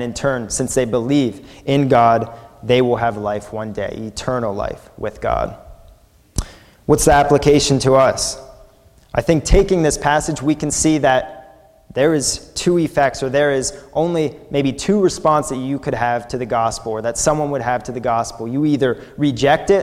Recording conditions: large echoing room